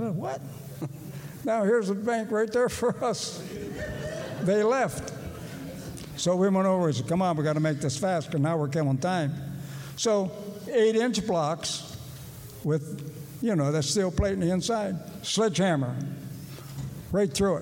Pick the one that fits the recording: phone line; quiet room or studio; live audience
live audience